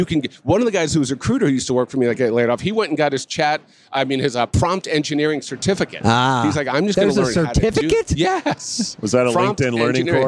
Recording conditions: busy venue